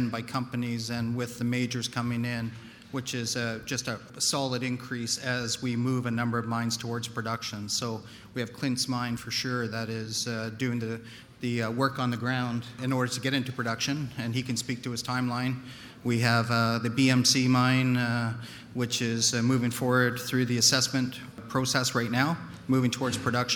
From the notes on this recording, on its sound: Highlights from the Canadian Mining Symposium in London. A panel session.